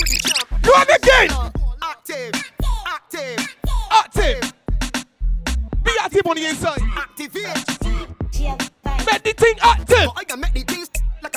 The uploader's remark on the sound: Live audio from CP's Wete Fete